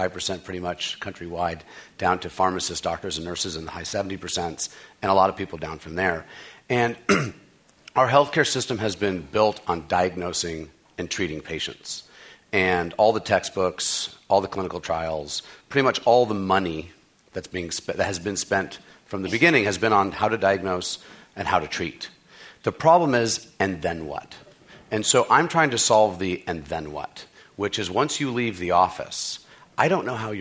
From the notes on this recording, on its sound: This program is part of The Atlantic Meets The Pacific 2013 conference presented by The Atlantic and UC San Diego.